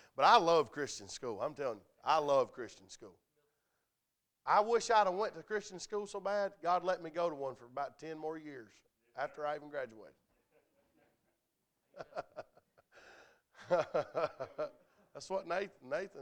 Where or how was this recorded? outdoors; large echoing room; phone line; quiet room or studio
large echoing room